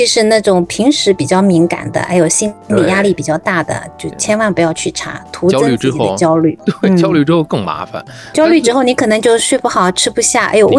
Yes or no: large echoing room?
no